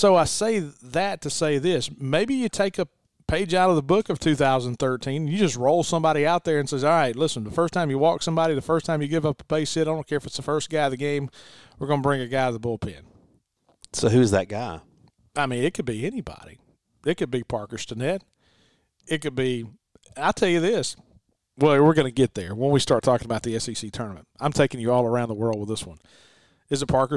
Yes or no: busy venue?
no